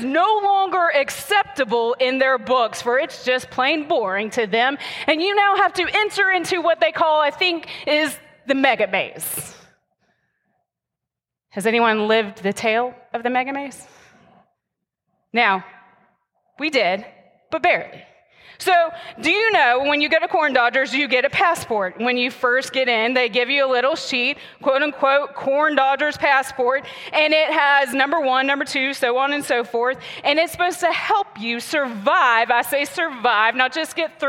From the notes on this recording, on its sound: the message recorded live at Covenant